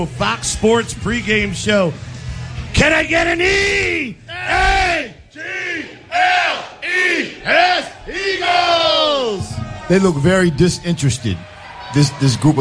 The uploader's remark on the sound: Green Legion Radio Pregame Show LIVE from our Saints Tailgate!